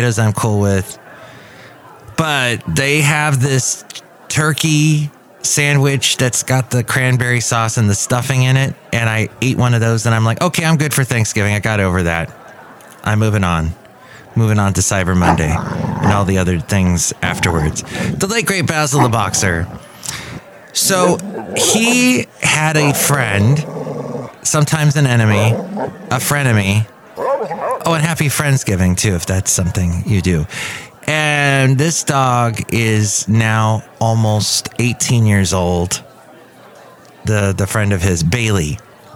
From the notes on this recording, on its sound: podcasts live from Café Anyway